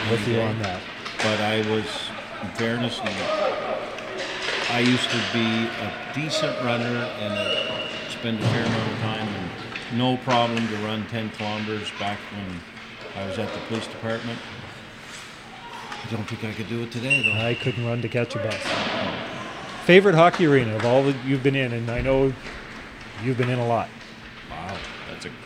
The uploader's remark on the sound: take the studio on the road to the Grant Harvey Centre